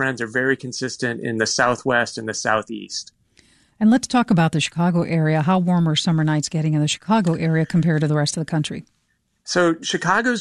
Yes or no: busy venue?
no